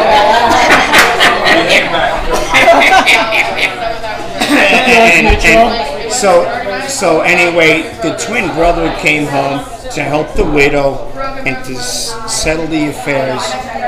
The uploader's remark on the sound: in front of live bar audience!